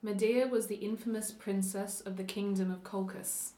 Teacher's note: Have a listen though to the O sound, that O, which gives away the Australian roots, and also the slightly upward intonation pattern and the twang quality of the voice that also pinpoints to an Australian origin